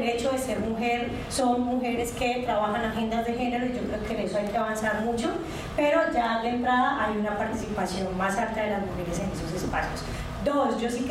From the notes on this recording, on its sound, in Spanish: Este podcast es el audio editado de un conversatorio que tuvimos el jueves 12 de octubre de 2023 en el marco de la Semana por la Democracia en la Universidad Icesi.